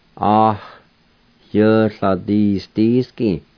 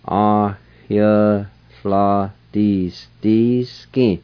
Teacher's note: And let me say this before I pronounce it. At the very beginning, between the A and the Y, there's kind of like an H sound.